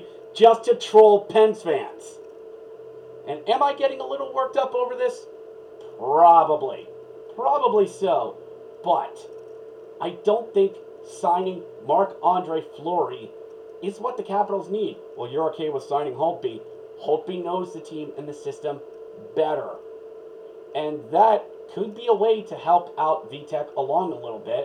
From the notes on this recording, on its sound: Apologizes for the audio, testing a new mic, to interesting results